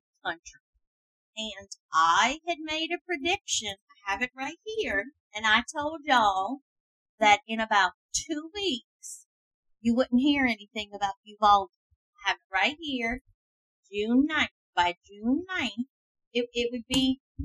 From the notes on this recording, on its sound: Excuse the audio, first timers here